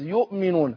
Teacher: طبعا أبين الهمزة أقول يؤمنون، أحقق الهمزة